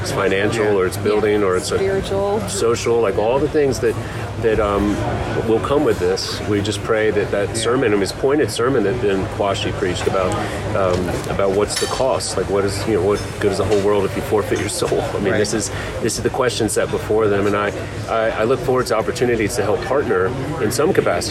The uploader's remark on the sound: On Location at GAFCON23 (Day 5)